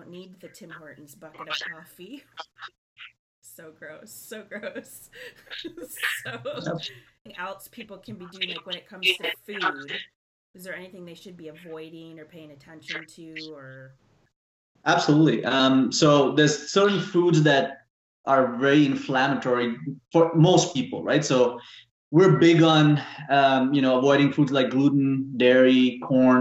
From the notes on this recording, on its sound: There were some technical issues with the sound quality of this podcast